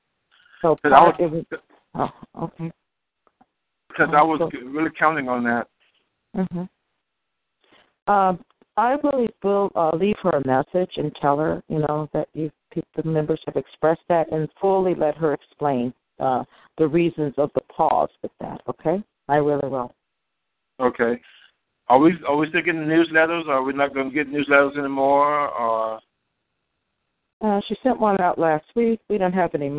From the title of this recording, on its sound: FFCHS Saturday Conference Call